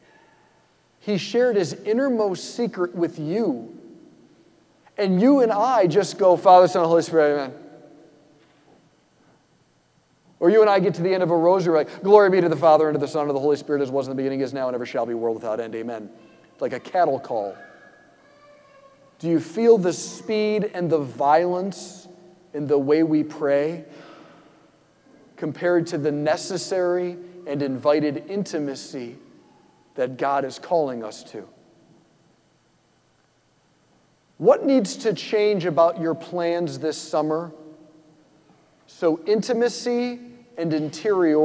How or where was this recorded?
large echoing room